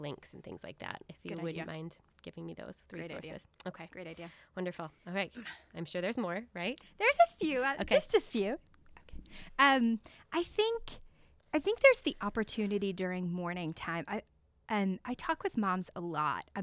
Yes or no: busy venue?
no